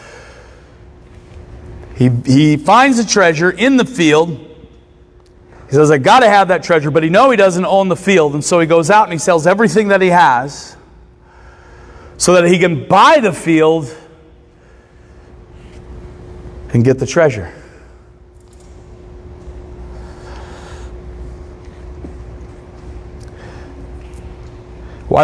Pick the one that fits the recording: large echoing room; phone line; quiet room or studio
large echoing room